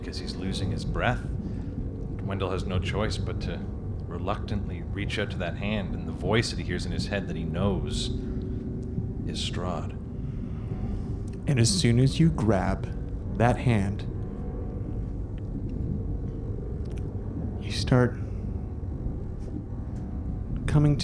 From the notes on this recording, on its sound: Dwarven Moss recorded a very special “LIVE” episode at Comicon Toronto